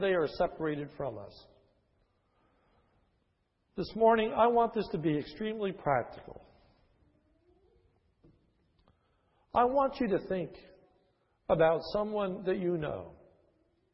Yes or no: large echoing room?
yes